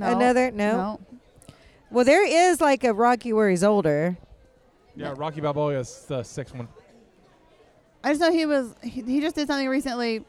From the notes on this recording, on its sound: Cult Meeting LIVE from Horror Gras! Our first live episode recorded from our booth at Halloween Horror Gras! Answer your audience questions, and there's some special surprise guests on the mic.